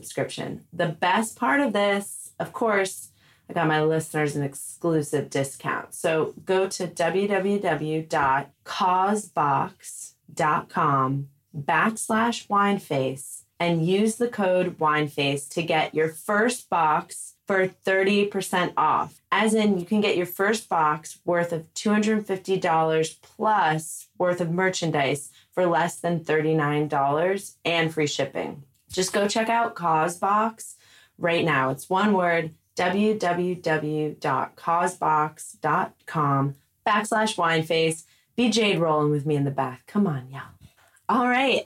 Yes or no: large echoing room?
no